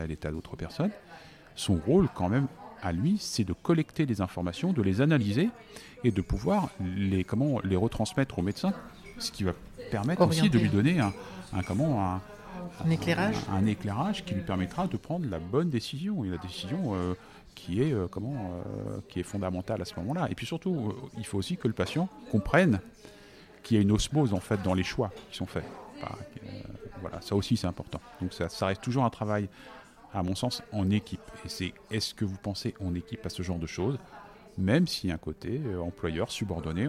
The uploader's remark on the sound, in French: Enregistrer en public. Dans un lieu insolite et charmant : l’anti-café à Bordeaux.